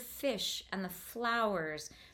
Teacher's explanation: we have there the fricative of the F together with the sibilant